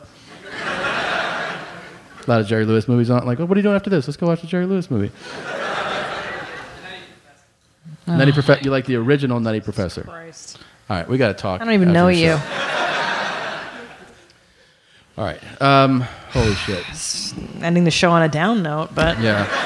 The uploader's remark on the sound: Live From Toronto. This is the Live podcast by which all future live shows will be judged.